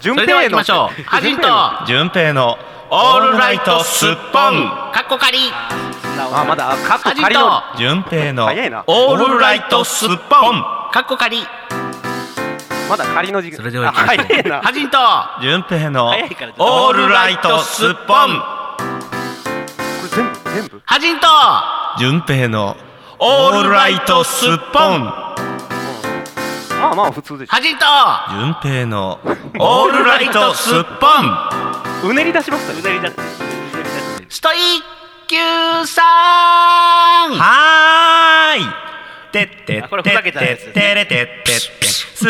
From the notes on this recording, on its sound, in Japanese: 公開収録の模様をお届けします。LIVE収録音源をそのままを使用しておりますので。